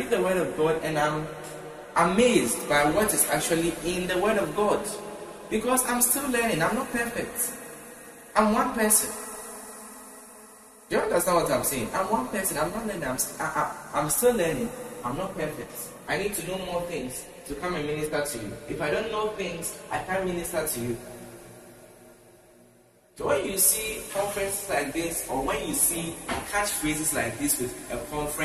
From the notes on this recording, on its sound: Preached at the TJOTLIMS Conference 2023 at the Love Arena, Accra